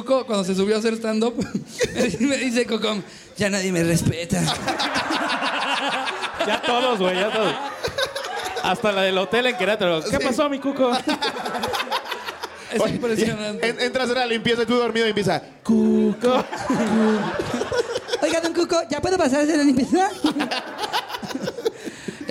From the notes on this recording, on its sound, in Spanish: en este anecdotario en vivo desde celaya